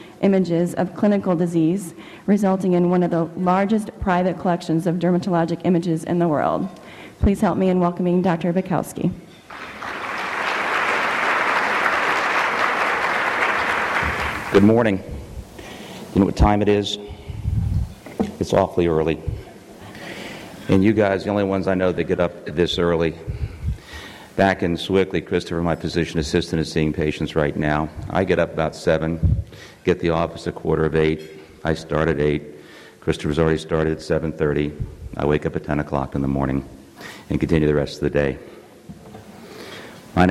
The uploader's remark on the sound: This audio podcast is from the SDPA’s 7th Annual Fall Conference in Scottsdale, Arizona.